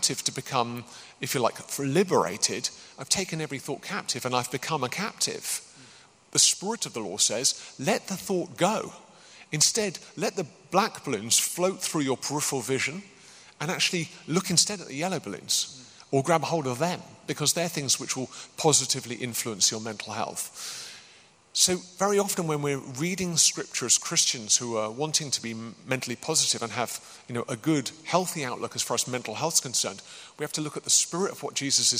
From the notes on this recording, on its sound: Recorded as part of an occasional series of Q&A events at Greyfriars Church in Reading